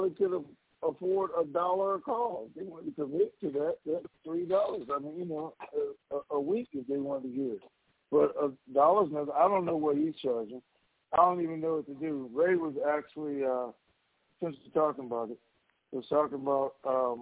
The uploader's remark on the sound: TNTSuperfantastic Conference Call.